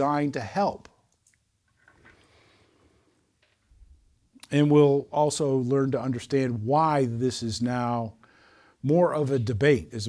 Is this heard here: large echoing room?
yes